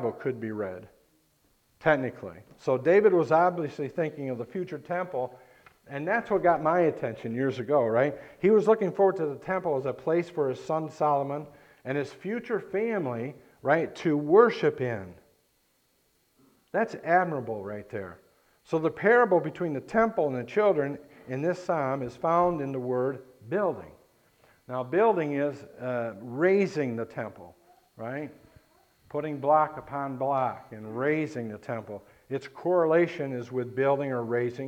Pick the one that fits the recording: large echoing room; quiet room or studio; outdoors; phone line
large echoing room